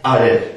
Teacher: Das ist sehr ähnlich von der Aussprache dem reinen Aleph. Das Aleph ist eben kein A, sondern es ist immer, haben wir gesagt, dieser Stimmansatz oder dieser neue Stimmansatz.